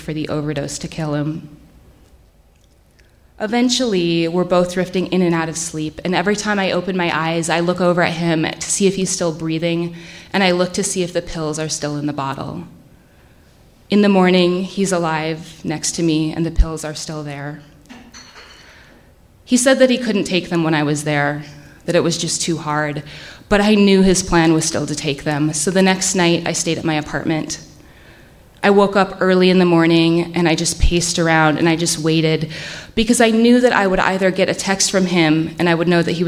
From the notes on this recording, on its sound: Live From Salt Lake 2!